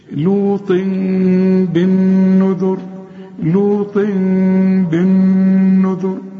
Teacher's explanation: بعد لما تقلب النون اخفي الميم وغنها، يبقى انفراج في الشفايف، ما تضم الشفايفك · Term: إقلاب